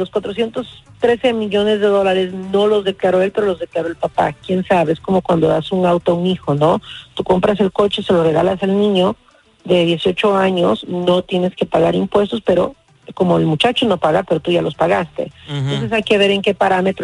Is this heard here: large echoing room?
no